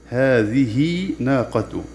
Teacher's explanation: هذه الهاء هاء هذه قبلها متحرك وبعدها متحرك وهي مكسورة، فوصلت بالياء بمد الصلة الصغرى